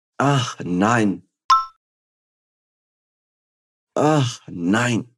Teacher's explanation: Percebe que quando o alemão fala ah, não, ao invés de fazer só um ah, ele faz um pouquinho arranhado aqui na garganta